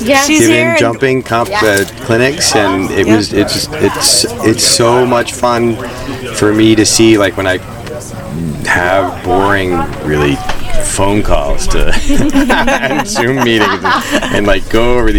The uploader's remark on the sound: Flow State Mountain Bike Festival. Hosted at Ascutney Mountain. Sit down with us during the festival this year.